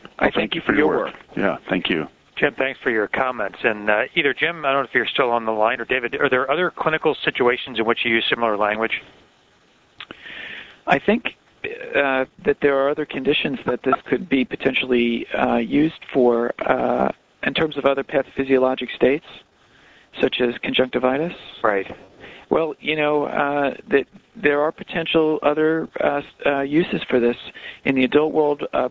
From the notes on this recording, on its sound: Author in the Room® Teleconference